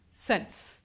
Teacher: when you say the word, it almost feels like you're inserting a ter at the end, before the last sir sound